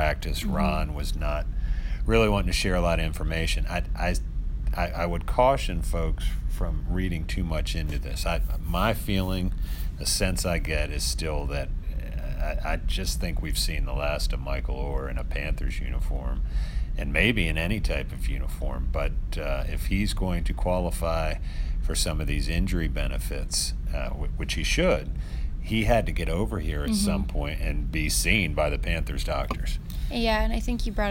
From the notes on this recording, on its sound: Live from Carolina Panthers' minicamp.